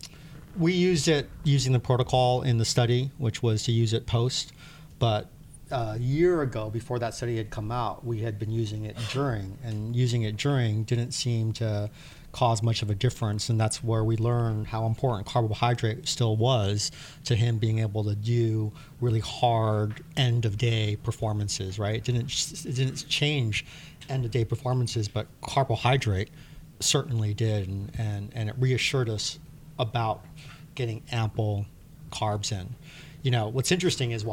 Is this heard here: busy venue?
yes